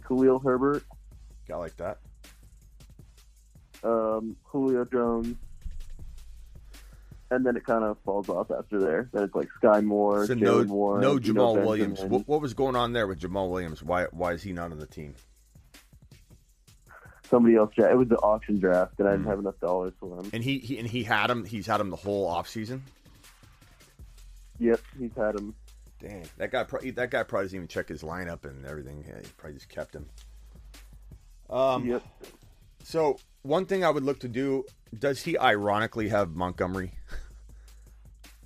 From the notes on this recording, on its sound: Fantasy Football Phone Calls.